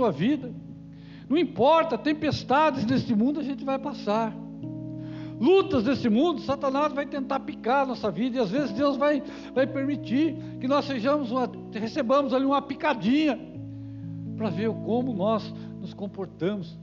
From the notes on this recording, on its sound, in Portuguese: Culto gravado em 27/01/2022 durante a celebração do culto de cura e libertação